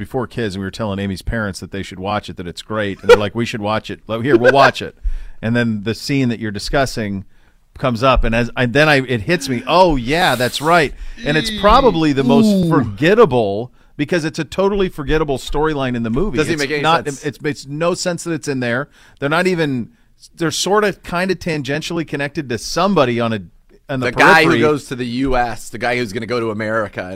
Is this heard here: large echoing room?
no